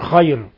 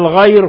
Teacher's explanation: يقول محمد مكي نصر رحمه الله: فإذا نطقت بالغين فوفها حقها من صفاتها، وإياك أن تحدث فيها همسا فيلتبس لفظها بالخاء، لأن الخاء حرف مهموس والغين ليست حرف همس · Term: تحويل الغين إلى خاء